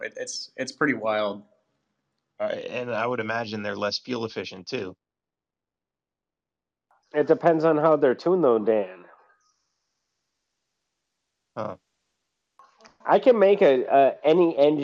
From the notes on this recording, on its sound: This episode is a live conversation recorded on the Clubhouse App.